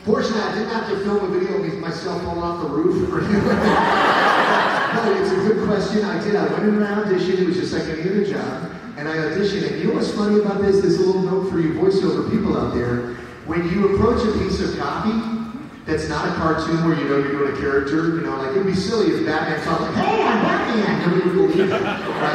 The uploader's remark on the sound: Panel at FanX in Salt Lake City. Q&A session. Interacting with fans.